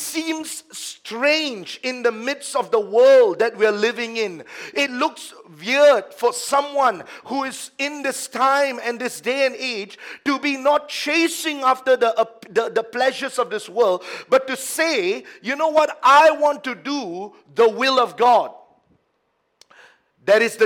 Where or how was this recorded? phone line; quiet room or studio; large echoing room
large echoing room